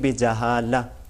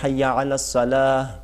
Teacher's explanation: गोल ता पे जब जब हम रुकते हैं ऐसे कलमे पे जिसके आखिर पे गोल ता आ रही है, गोल ता पे जब हम ठहरते हैं, तो वहाँ पे गोल ता वक्फ़ की सूरत में हा में तब्दील हो जाती है। और इससे बढ़कर ये होता है कि उस आखिरी हर्फ की हरकत नहीं पड़ी जाती।